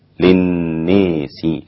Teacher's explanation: أمال الناس الإمام الدوري عن أبي عمرو البصري